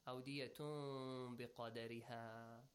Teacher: you change the sound of noon to a meme sound · Term: قاعدة الإقلاب